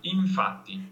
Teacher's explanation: Phonetic letter is an M with a tail on it. So it's basically you're saying an M, but the lips don't really stop. · So the bottom lip is basically rubbing against the teeth or buzzing against the teeth